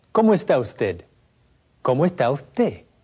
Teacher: You will notice that certain consonants, especially the D at the end of a syllable, are often dropped. An S before a consonant is often pronounced close to an H.